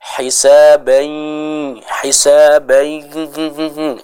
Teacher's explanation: Sebagiannya ada di mulut, sebagiannya lagi kita masukkan hidung untuk membaca sifat gunahnya. Contohnya hisabayasiro, ada suara yang masuk ke dalam hidung, ya. · Term: ghunnah